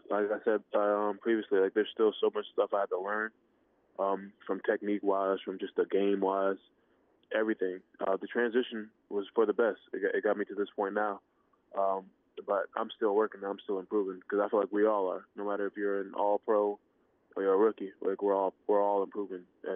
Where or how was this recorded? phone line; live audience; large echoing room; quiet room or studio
phone line